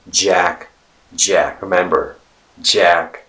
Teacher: the biggest stress is put on the word jack.